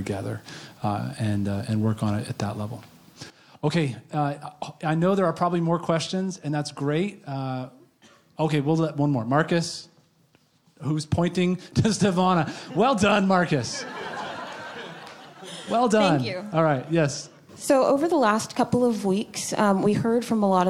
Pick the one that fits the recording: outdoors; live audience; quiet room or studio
live audience